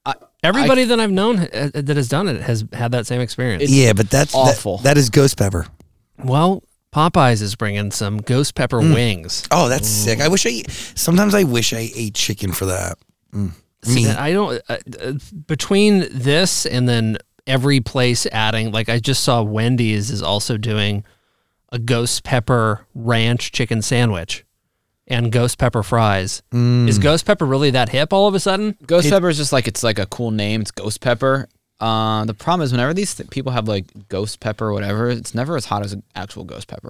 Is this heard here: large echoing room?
no